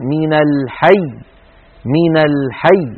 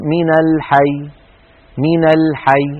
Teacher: يعني الضغط على الحرف الأخير، الانتقال من الحرف قبل الأخير إلى الحرف الأخير بنبرة بقوة · Shown in: first take · Term: الضغطة